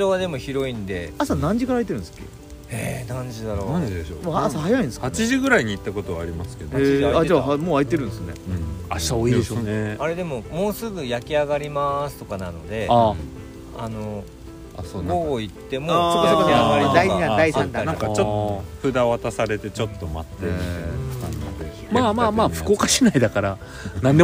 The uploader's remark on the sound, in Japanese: 村民と焚き火を囲みながら かしいのはまビレッジ（福岡）。今回は福岡市東区にある元遊園地のキャンプ場かしいのはまビレッジです。6人で焚き火を囲んでいます。